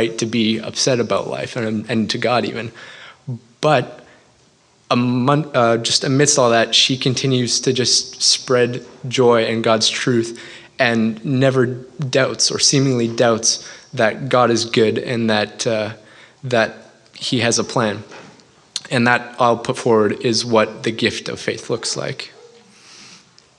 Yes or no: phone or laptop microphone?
no